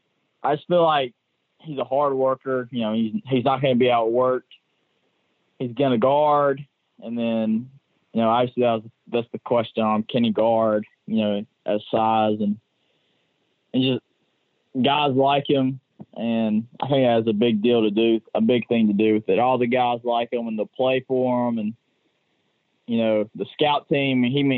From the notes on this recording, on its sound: on the Modern Woodmen phone line